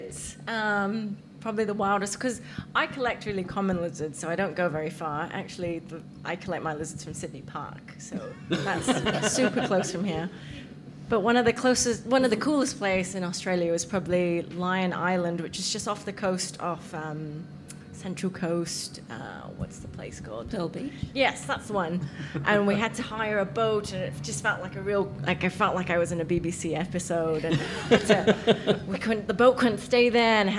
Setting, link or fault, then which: setting, busy venue